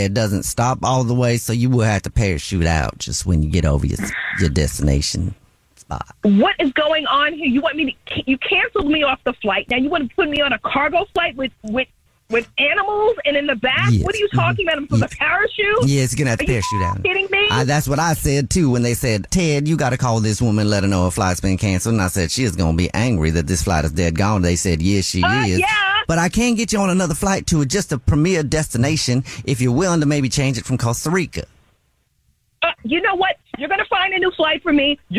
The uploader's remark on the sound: Is on the phone. A Jubal Phone Prank is when our listeners set-up a friend or family member to wake up with The Jubal Show, phone prank style.